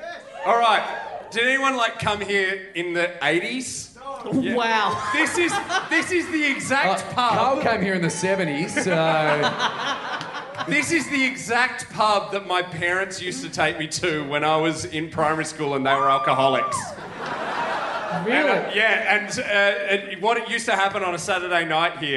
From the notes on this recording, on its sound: Recorded LIVE at The Croxton, Thornbury on June 25th, 2016.